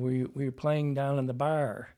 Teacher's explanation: that sort of East Coast R sound, which comes from that Scottish R